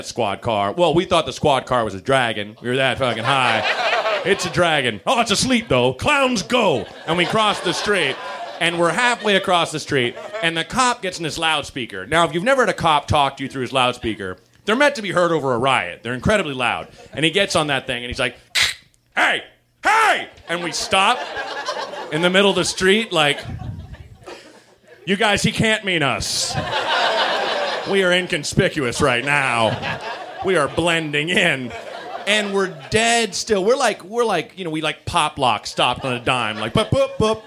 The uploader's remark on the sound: Recorded at Meltdown Comics in LA. In front of a live nerd audience.